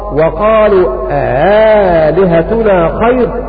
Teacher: وقرأ باقي القراء وقالوا آلهتنا خير بتسهيل الهمزة الثانية. وأما الألف الثالثة الهمزة الثالثة أبدلت ألفا لجميع القراء لأن أصل هذه الكلمة آلهتنا فأبدلت الهمزة الثالثة أبدلت الهمزة الثالثة ألفا.